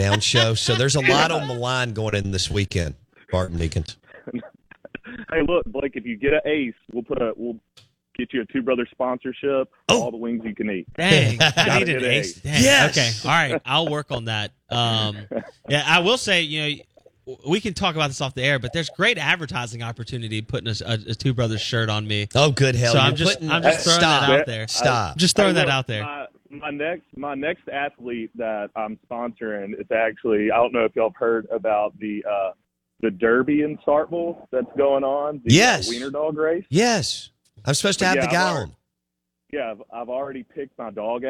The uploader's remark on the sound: joins the show on the Farm Bureau guest line